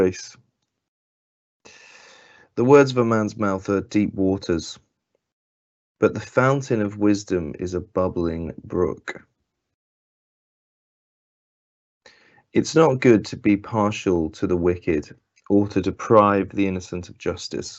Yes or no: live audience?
no